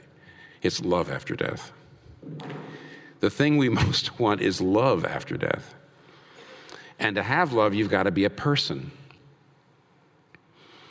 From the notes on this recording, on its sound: Was recorded before a live audience. In New York City.